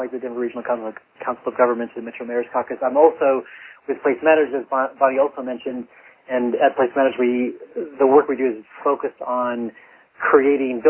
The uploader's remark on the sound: The Open Gov conference call series focuses on case studies, challenges, ideas and solutions from communities across the country.